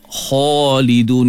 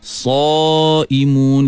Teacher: kita fathahkan sahaja huruf isti'la tu, dibunyi dia ke arah bunyi O